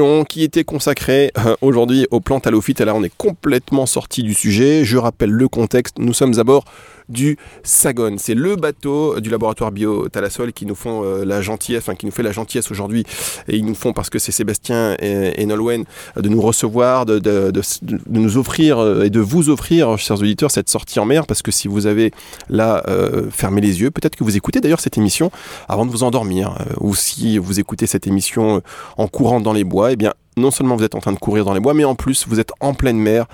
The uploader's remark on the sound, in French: Une émission exceptionnelle, enregistrée en direct de l'archipel de Chausey en Normandie, à bord du Sagone, le bateau de récolte d'eau de mer du laboratoire Biothalassol .